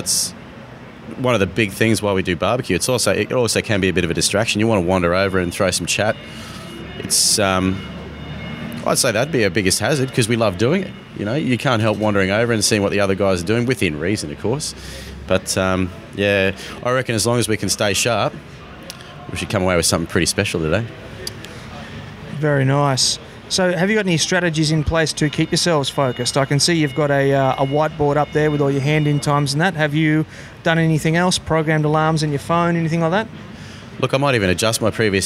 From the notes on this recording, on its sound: This episode was recorded live at the BBQ & Beats Competition at the NightQuarter on the Gold Coast of Queensland, Australia. It documents a BBQ competition that was the first of its kind in Australia – a day competition.